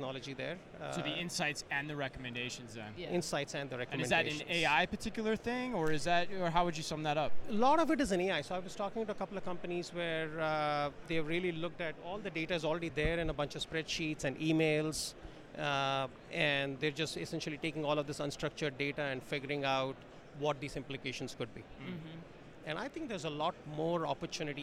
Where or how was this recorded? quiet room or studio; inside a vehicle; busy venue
busy venue